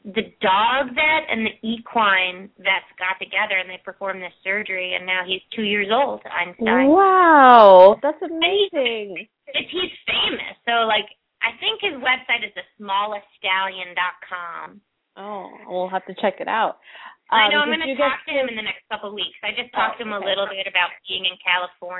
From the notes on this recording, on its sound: open up the lines for listeners to call